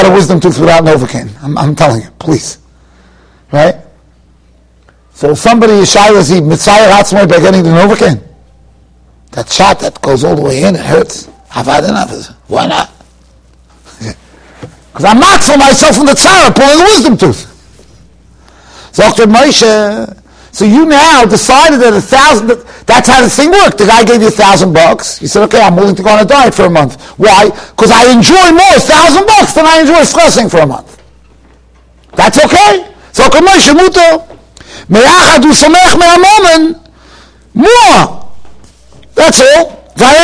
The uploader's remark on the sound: Shiur recorded in Yeshivas Ohr Reuven, Monsey, NY.